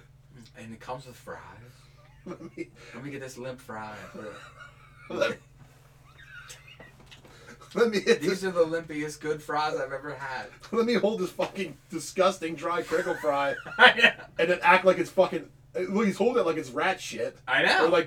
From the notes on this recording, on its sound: there will probably be a problem with the recording.